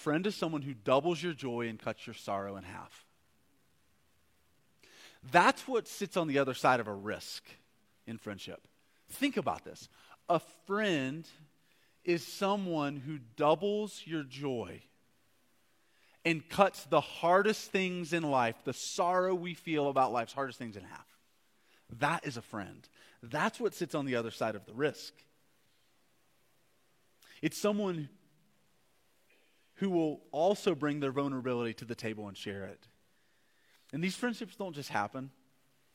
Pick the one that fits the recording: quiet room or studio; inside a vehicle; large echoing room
large echoing room